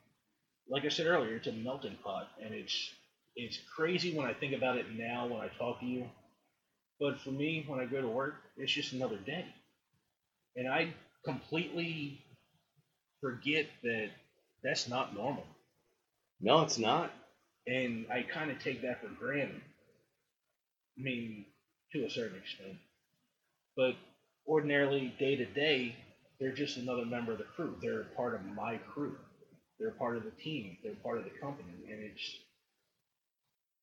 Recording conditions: poor sound quality